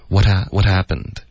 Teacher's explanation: happened 这个 what 的 t 跟 happened 会连读，这个 h 的音几乎就听不见了。what 有一个 t 的这个音，有的人会说比较偏向于一个的的音，也可以这么理解。可是重点就是舌头会弹一下 what happened 这两个字一般都是怎么发的？OK，哪怕是英式或者美式口音，都是 what happened。What happened?所以它还是 t，是一个 t 和的之间的一种发音。OK，没有 t 这么送气的那么用力，也没有的的那么浊的一个的这么软，就是他们两个中间舌头跟上颚就弹一下就 OK 了。What 是那种 What 对 What 可以再稍微软一点。What happened? What 一般在音标系统里面，就是真正的音标，因为英文的这个词典里面的音标都多多少少都有点不一样。那个国际系统里面呢，一般是一个 t 的音，然后两边都有一个括号，代表这种就是弹动的这种